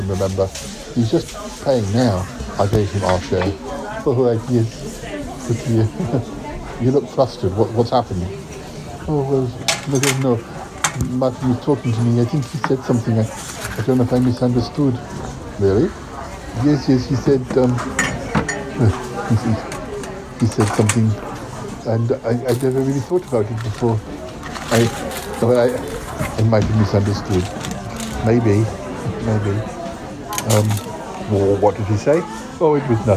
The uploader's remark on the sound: recorded in a local pub